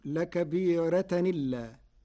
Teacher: لكبيرة إلا. قرأ ورش بنقل حركة الهمز إلى الساكن قبله فتصير لكبيرة إلا مع ترقيق الراء على لغة العرب.